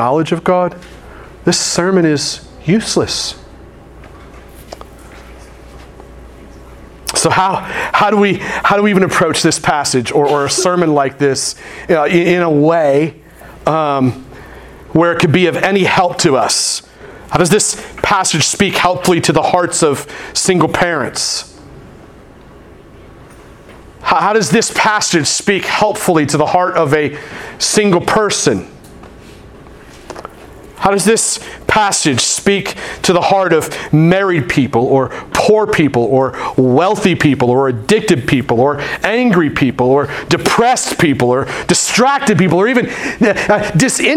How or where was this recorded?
large echoing room